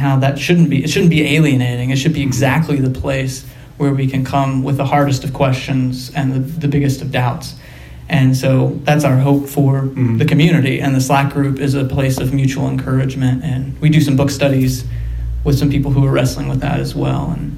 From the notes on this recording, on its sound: LIVE From Penn State University. To record an episode of The Bible for Normal People in front of a live audience.